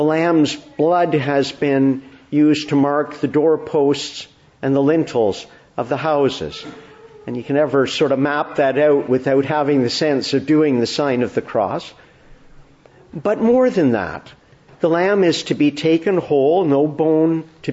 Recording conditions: large echoing room